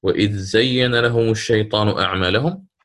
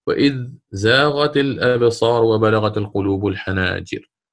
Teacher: هنا أظهر أيضا الإمام نافع الذال من إذ عند حرف الزاي